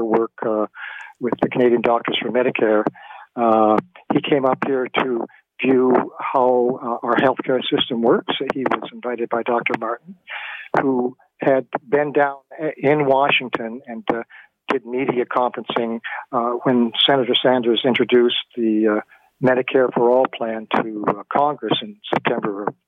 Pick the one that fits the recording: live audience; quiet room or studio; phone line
phone line